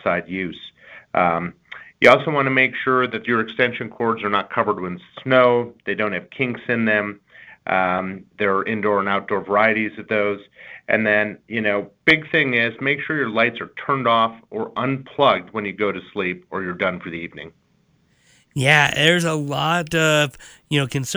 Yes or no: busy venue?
no